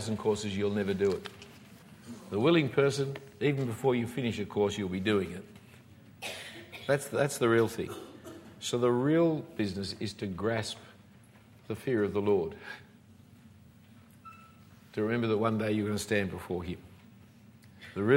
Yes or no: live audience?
yes